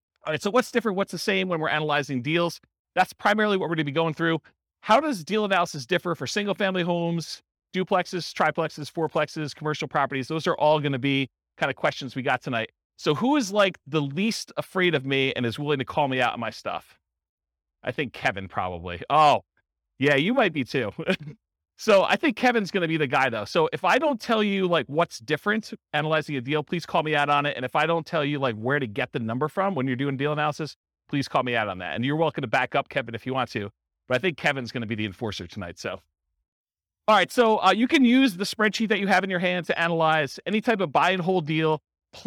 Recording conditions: live audience